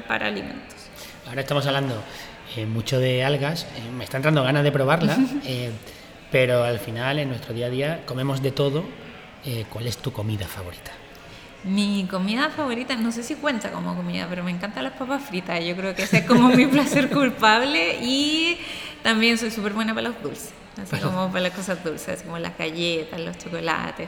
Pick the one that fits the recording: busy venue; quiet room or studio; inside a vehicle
busy venue